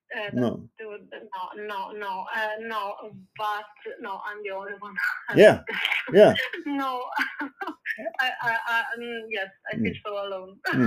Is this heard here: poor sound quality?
yes